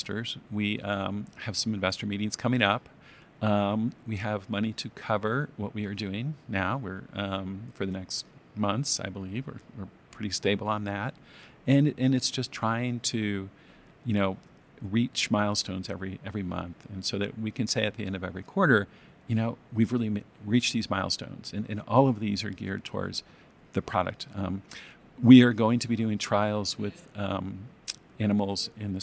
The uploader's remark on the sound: Recorded in Salt Lake City, Utah, at the 2024 American Farm Bureau Federation National Convention.